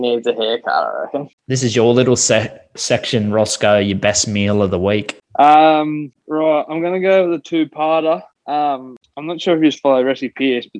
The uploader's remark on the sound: I jump on a zoom with my 2 brother